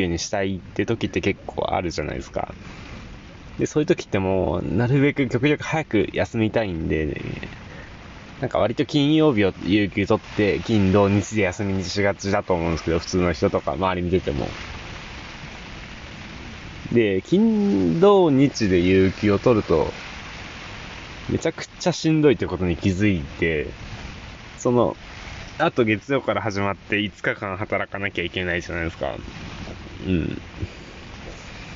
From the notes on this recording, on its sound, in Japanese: ふもとっぱらキャンプ場。未曾有の豪雨の中の収録。